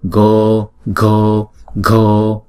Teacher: Chữ o là đọc hai nhịp vì nó là diphthong.